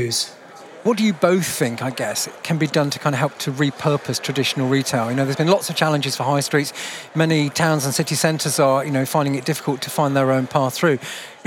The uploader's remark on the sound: A special edition from Retail Week Live 2021 in London. A special edition from Retail Week Live 2021 in London.